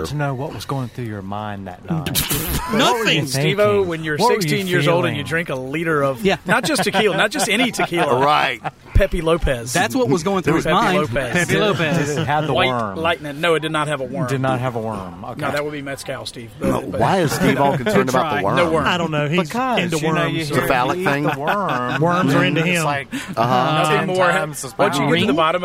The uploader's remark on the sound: Our 4th Anniversary Show Live from Vintage